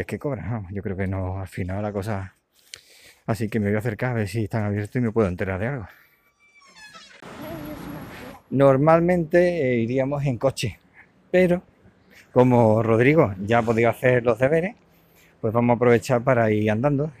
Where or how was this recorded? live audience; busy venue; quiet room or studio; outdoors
outdoors